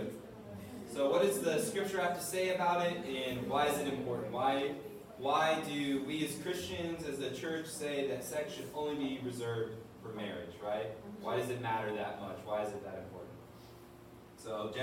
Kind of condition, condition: fault, poor sound quality